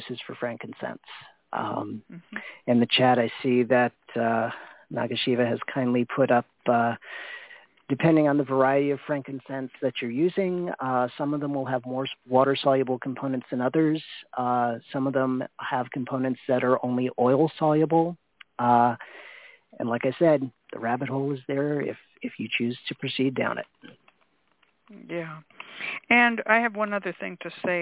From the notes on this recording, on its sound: The Lucky Mojo Hoodoo Rootwork Hour is a real, live call-in show.